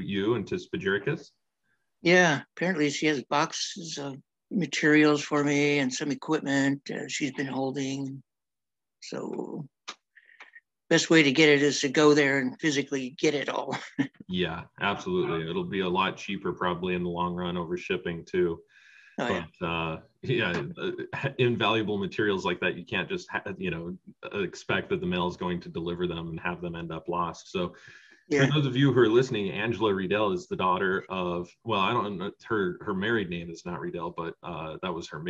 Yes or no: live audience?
no